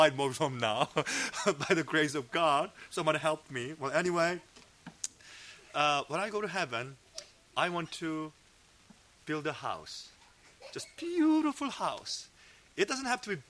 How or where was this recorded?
large echoing room